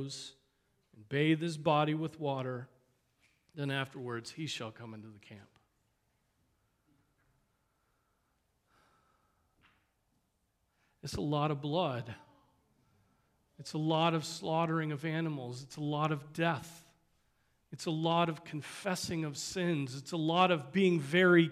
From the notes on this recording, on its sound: Preached on April 7, 2023 at Trinity Presbyterian Church ( Evangel Presbytery ) in Spartanburg, SC.